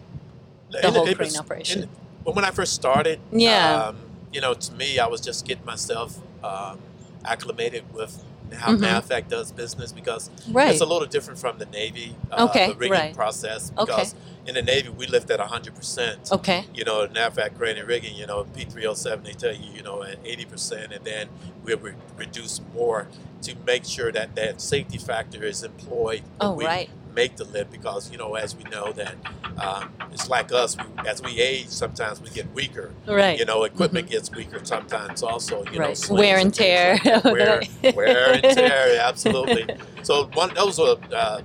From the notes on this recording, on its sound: Coming at you from Naval Base San Diego, afloat on a live crane.